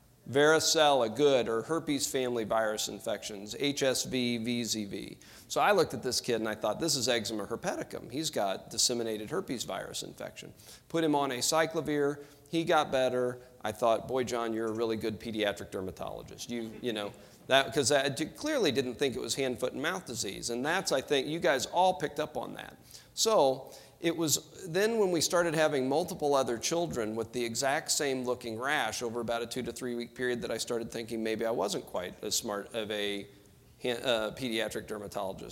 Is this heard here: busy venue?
yes